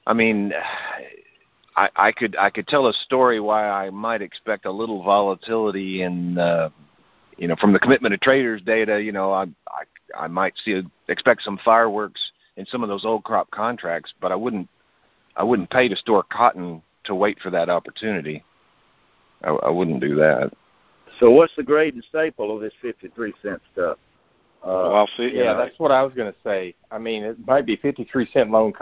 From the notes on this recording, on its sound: Monthly Conference Call.